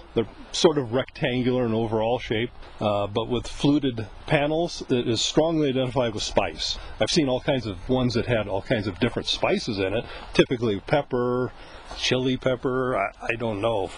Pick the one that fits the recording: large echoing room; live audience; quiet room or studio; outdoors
outdoors